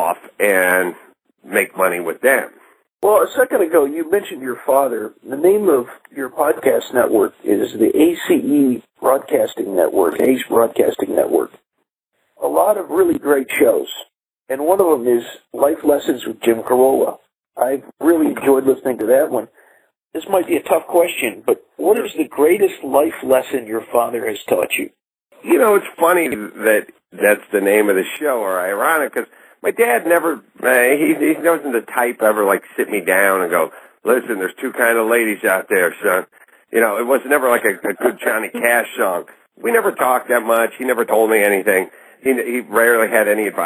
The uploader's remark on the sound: This interview recorded over the telephone for the radio.